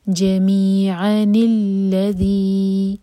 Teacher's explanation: ذی مد طبعی ہے، دو حرکہ لمبا